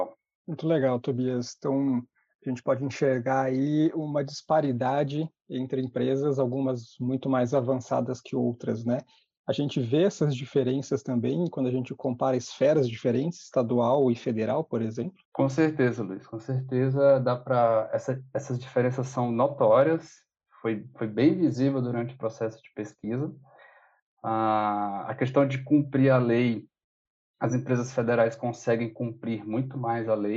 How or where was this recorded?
video call